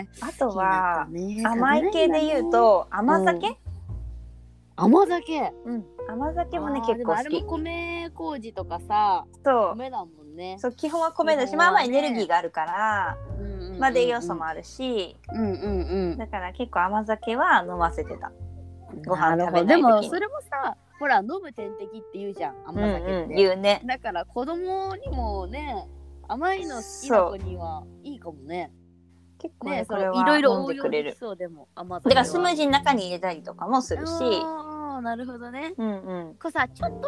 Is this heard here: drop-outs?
yes